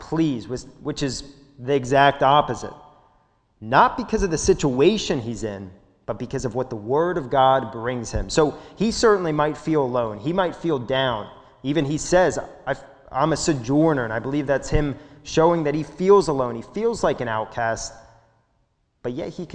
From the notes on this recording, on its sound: This sermon was recorded at the Lebanon Bible Fellowship Church in Lebanon, PA during the evening service on 6/13/2021